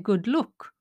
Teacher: look and luck, different words, but he pronounces them the same